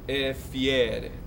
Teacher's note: E is closed, fiere is open.